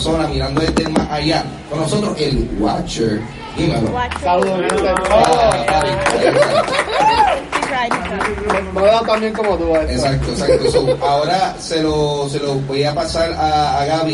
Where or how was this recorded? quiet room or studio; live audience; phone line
live audience